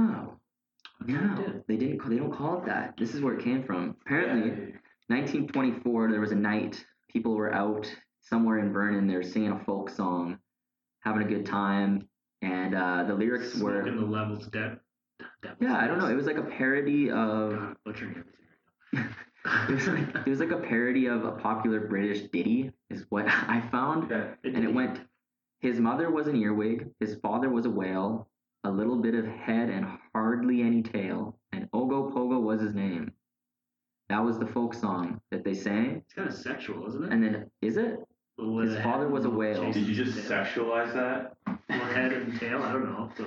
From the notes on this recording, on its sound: APOLOGIES FOR THE AUDIO QUALITY WITH THIS ONE